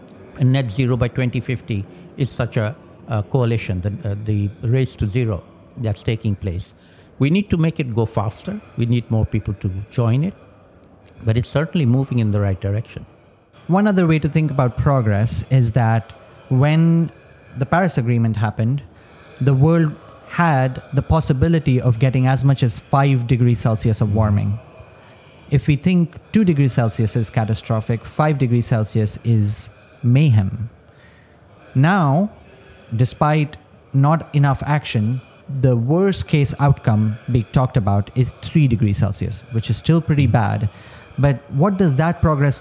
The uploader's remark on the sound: recorded at COP27